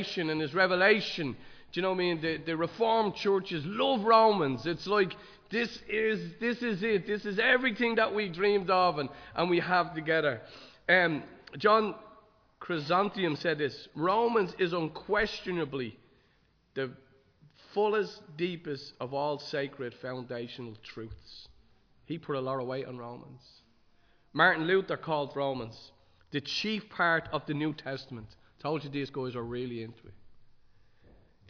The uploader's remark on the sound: Recorded live in Liberty Church on 26 March 2023